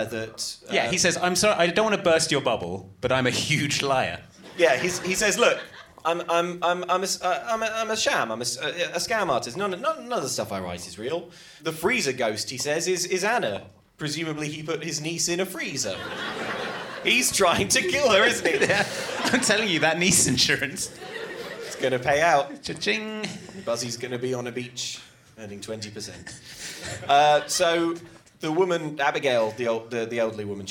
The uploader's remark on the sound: This episode was recorded live at the Prince Charles Cinema, London.